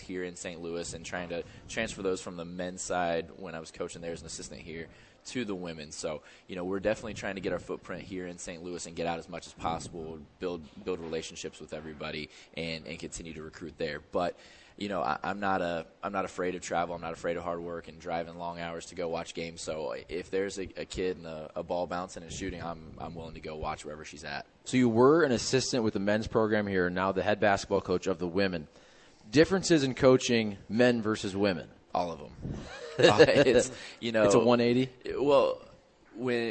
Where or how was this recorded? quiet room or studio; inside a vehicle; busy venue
busy venue